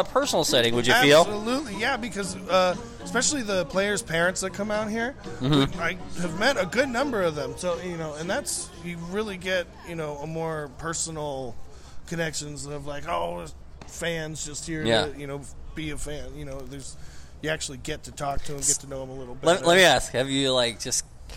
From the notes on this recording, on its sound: Live in Hillsboro, Oregon at Ron Tonkin Field, home of the Hillsboro Hops - High A Affiliate of the Arizona Diamondbacks.